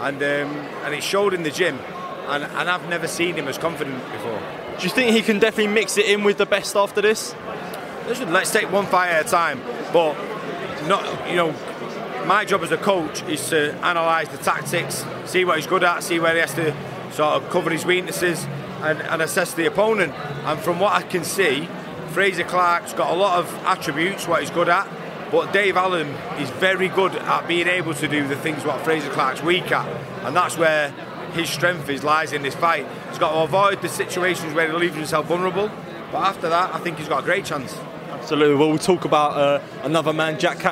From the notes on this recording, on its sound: at the Premiere of new Sky Documentary 'HATTON'